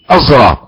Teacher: فالظاء الزراط هو اشمام حرف بحرف، اشمام الصاد بالزاي لا تصبح صادا ولا زايا فتصبح مثل ظاء العوام الظالمين الزراط.